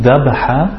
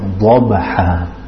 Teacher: Dal is thin, dabha, dhad is thick, dhabaha